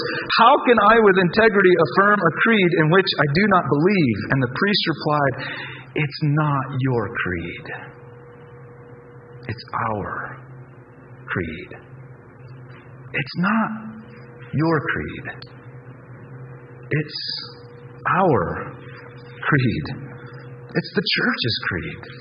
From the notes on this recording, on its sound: Due to a technical issue, the audio quality of this week’s message is very low quality.